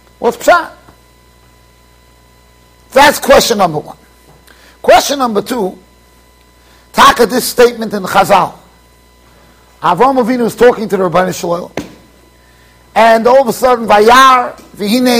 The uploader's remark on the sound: Shiur recorded in Yeshivas Ohr Reuven, Monsey NY.